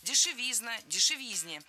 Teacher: В этом слове, опять же, ударным должен быть суффикс «изн».